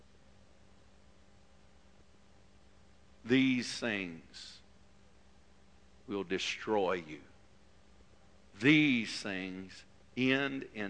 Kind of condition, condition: setting, large echoing room